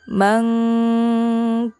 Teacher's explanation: Ketika kalian membunyikan mim dan nun sukun yang bukan berhukum idhar, maka harus terasa sampai ke pangkal hidung. · Term: gunnah